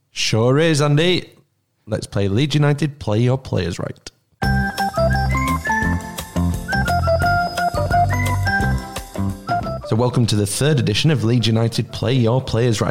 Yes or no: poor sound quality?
no